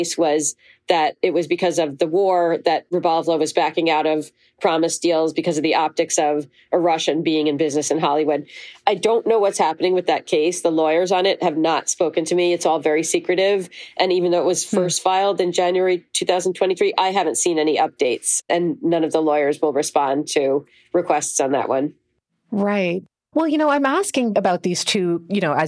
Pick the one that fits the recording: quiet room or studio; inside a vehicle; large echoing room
quiet room or studio